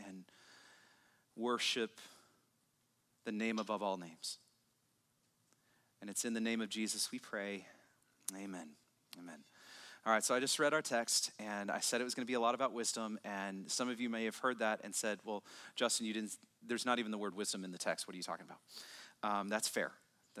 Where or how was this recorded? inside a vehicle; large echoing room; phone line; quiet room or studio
large echoing room